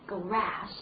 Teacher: 我们需要发音的时候美音的话发的是那个舌位非常低的音啊